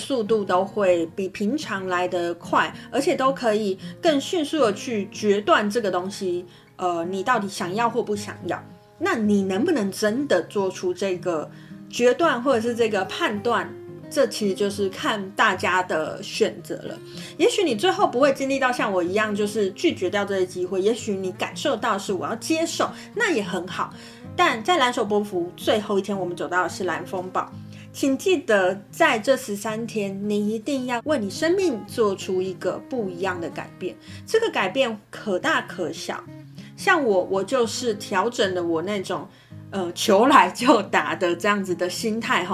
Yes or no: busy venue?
no